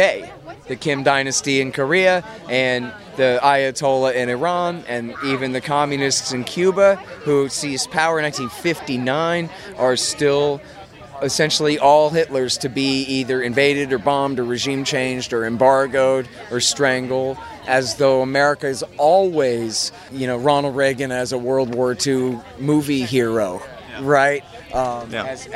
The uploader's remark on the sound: Continuing my on-location in-person at PorcFest series.